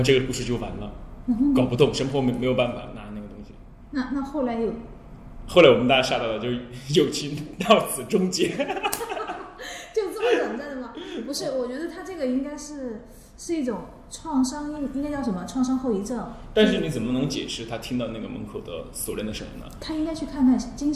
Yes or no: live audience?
yes